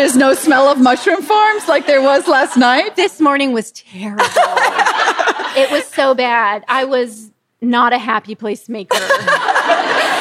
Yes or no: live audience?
yes